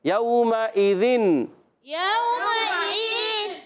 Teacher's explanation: تو یہاں پر اظہار حلقی کا قاعدہ ہوگا اور یہاں غنہ نہیں کریں گے، نون کو ظاہر کریں گے